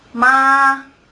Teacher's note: Mandarin has four tones: high, rising, falling rising, and falling